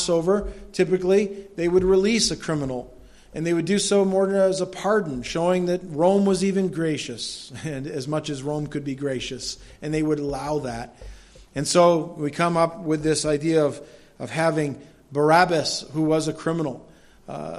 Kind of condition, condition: setting, large echoing room